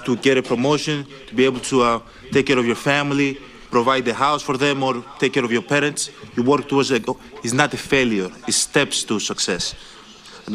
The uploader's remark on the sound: live from Harbour Town